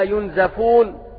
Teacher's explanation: قرئت ينزفون بكسر الزاي للمشار اليهم بكلمة شفا